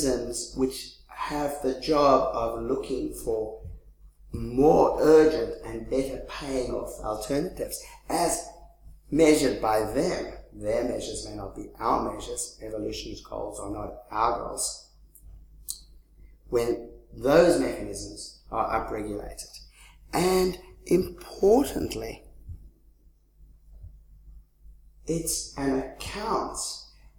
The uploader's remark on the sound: 2015 Leverhulme Lecture